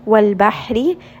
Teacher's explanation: ra is going to be light because it has a kasra